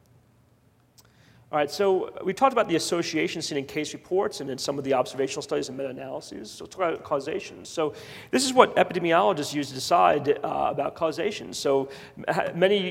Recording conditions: live audience